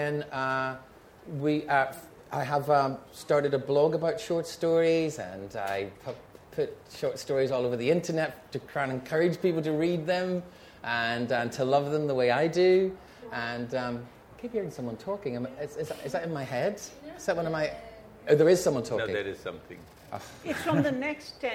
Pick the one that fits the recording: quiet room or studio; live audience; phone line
live audience